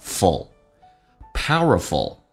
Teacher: F 加一个 U 加个 L,通常有个 a,但在美式发音 a 跟 L 组合 a 是可以不用发音，直接发成 F 跟 L